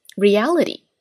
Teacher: reality 这个单词呢本身尾音呢是一个 t，美式发音当中会有一个弹舌音，就是 reality 有一个 d 轻微弹舌音哈。Reality.